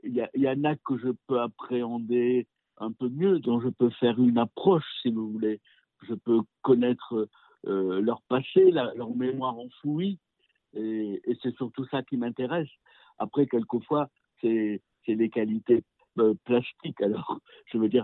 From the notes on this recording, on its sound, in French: s’entretiennent par téléphone